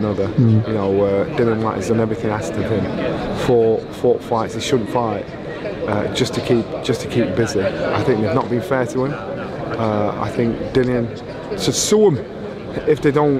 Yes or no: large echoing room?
no